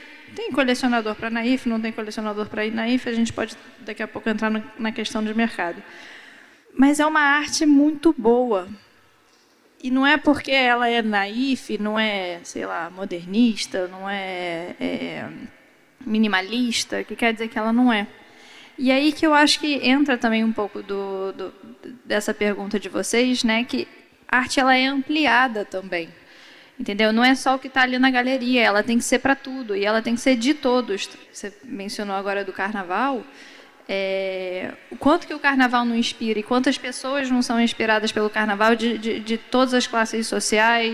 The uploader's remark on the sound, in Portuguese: Em abril estivemos na Rio2C pra uma conversa muito inspiradora. Neste papo gravado ao vivo.